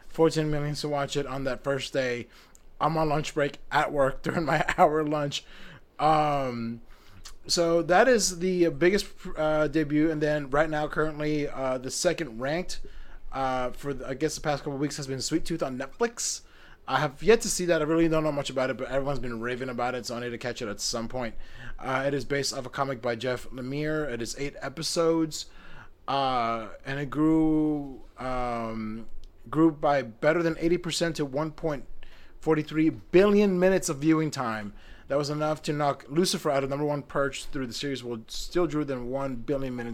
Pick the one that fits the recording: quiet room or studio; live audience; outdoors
quiet room or studio